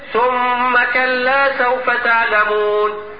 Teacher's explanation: شوف المد الطبيعي ثم كلا سوف تعلمون، شوف الزمن في الاثنين ثم كلا سوف تعلمون. الزمن نطق الميم المشددة زي زمن نطق الالف بتاع كلا يعني تقريبا · Term: غنة كاملة